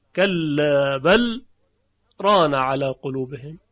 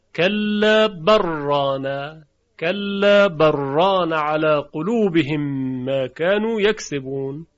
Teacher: روی لام بل سکت میاره، به میزان دو حرکت صبر میکنه، نفس نمیکشه، یعنی صدا قطع میشه اما نفس کشیده نمیشه · Shown in: first take · ادغام میکنه لام رو در را